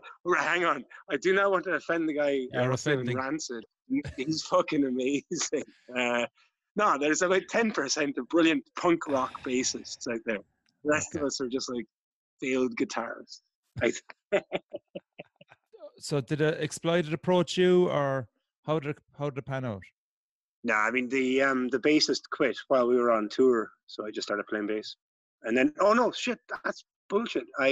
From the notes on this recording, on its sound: Took the Zoom call in Kerry, where he was busy restoring an old barn in preparation for a brand new studio.